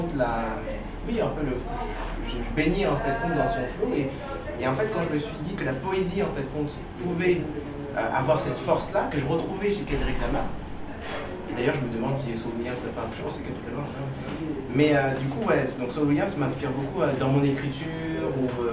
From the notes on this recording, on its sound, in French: L’enregistrement a eu lieu dans un restaurant parisien, ce qui expliquera la qualité du son.